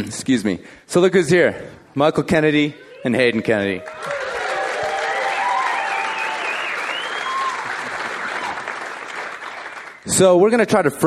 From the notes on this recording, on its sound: We rebroadcast audio from the 5point Aspen event from Feb 2013. In front of a capacity crowd at the Wheeler Opera House in Aspen.